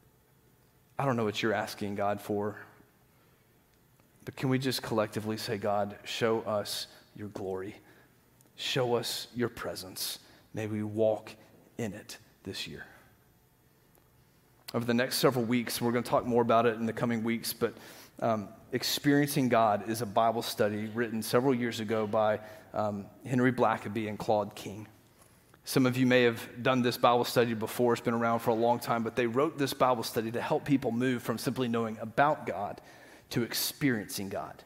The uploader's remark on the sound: Green Hill Church Live - Second Service.